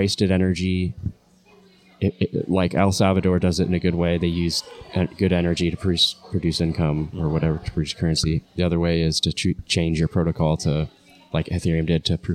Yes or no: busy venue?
yes